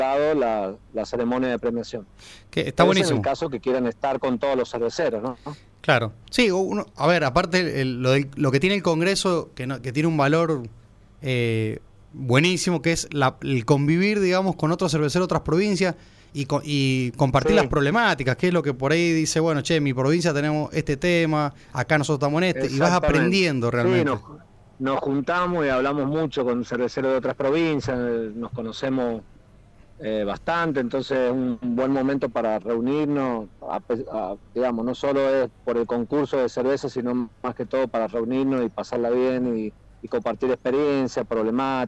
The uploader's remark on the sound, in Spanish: Charlamos por teléfono